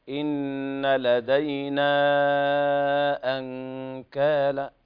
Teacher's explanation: هنا مد منفصل أربع حركات